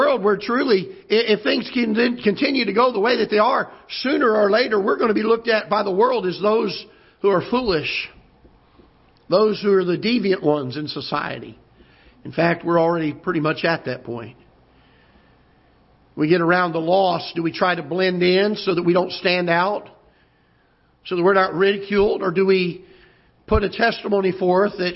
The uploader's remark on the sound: Ketha Heights Baptist Church ~ Live Broadcast.